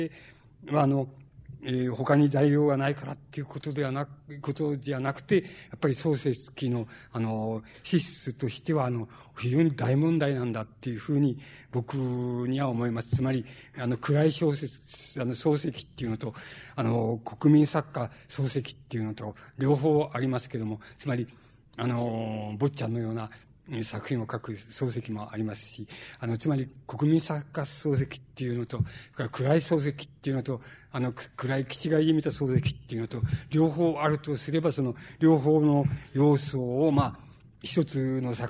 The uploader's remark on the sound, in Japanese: 主催：紀伊國屋書店。場所：新宿・紀伊國屋ホール。音源は主催者提供。